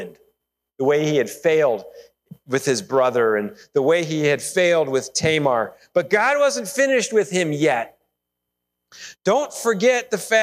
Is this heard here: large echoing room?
yes